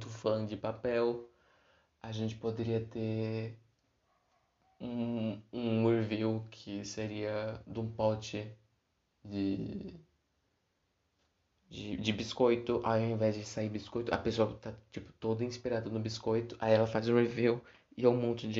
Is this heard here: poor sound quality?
yes